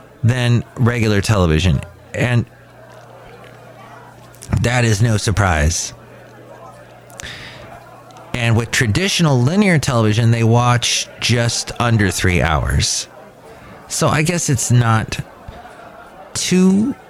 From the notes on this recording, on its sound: Podcasts live from Cafe Anyway.